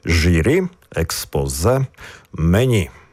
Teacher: У запозиченнях з французької мови також акцентуємо останній склад. · Term: наголос на останній склад